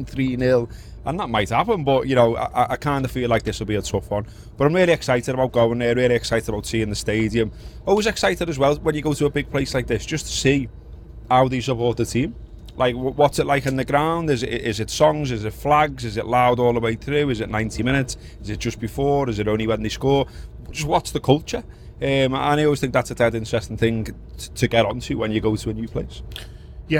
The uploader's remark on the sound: This is a short preview for Under The Lights, recorded from a train to Munich.